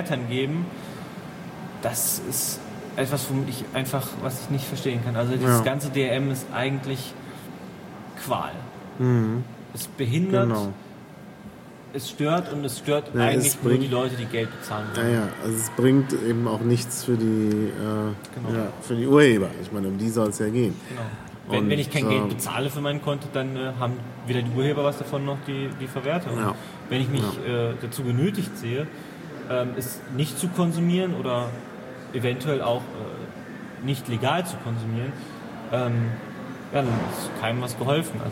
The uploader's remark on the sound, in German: Bitte entschuldigt die Hintergrundgeräusche während des Gesprächs!